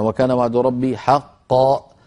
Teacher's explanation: تقفل الوترين الصوتيين فتخرج همزة، فانتبه إلى هذا واترك الألف تتلاشى شيئا فشيئا